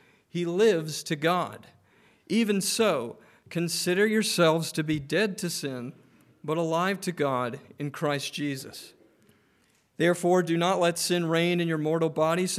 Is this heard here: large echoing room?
yes